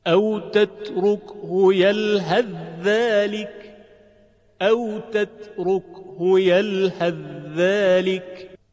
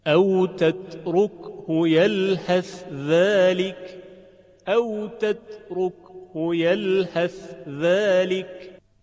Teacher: یک وجه ادغام است مثل بقیه قرآ، یلهذ ذلك که حرف ثا به هیچ وجه دیگه شنیده نمیشه · Shown in: first take · و دیگری اظهار ثا، یلهث ذلك.